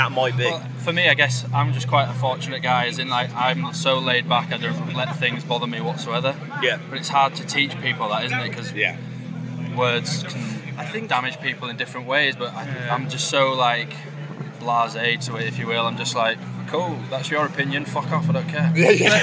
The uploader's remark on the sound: Live from Bloodstock 2023